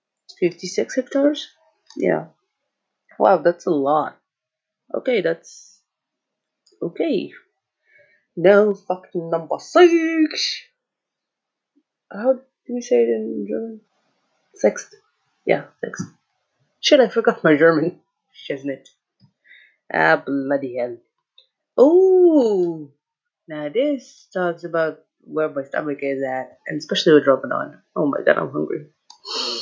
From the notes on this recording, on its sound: Sorry the crappy audio. Even though i'm still without a phone i have to deliver content.